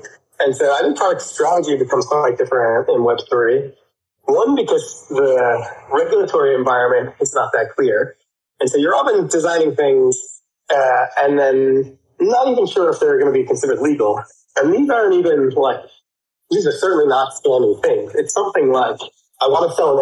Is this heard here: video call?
yes